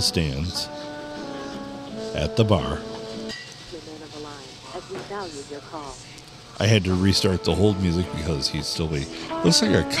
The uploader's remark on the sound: Recorded in Minden City at the Stumble Inn.